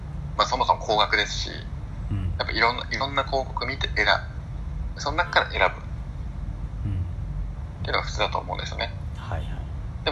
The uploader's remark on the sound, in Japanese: ベトナムと日本の国際電話の音声です